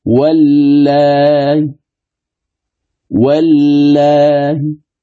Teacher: القصر في الألف مع تسهيل الهمزة بين بين مع الروم فيها: واللاي، واللاي، فأسهلها بين بين.